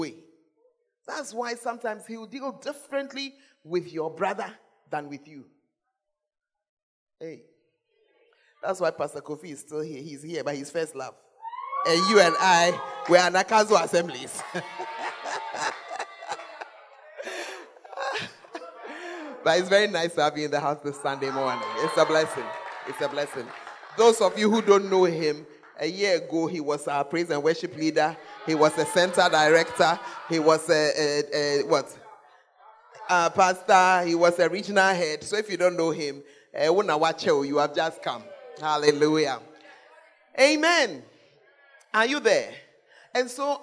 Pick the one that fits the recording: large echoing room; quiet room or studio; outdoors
large echoing room